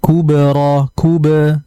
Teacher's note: di situ ada qalqalah sughra, harus dipantulkan dengan ringan. Ra, ra-nya mat tabi'i, dua harakat saja.